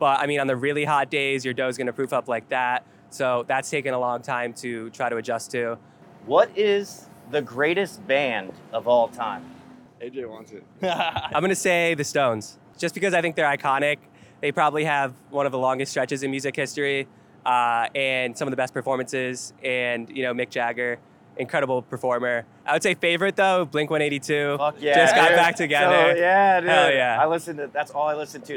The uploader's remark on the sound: caught up with them at Vegan Playground outside of Boomtown Brewery in Downtown Los Angeles